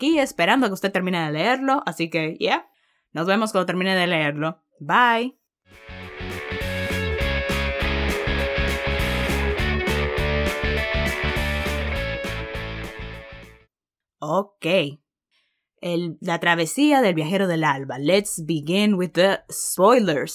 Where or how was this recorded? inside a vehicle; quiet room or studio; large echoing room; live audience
quiet room or studio